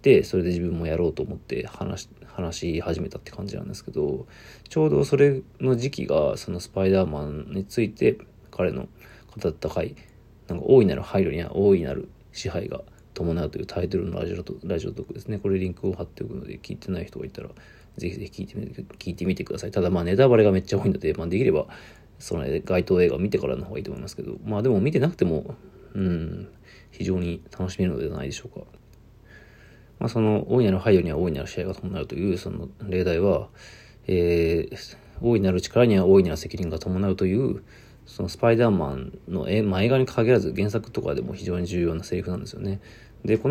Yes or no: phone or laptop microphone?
yes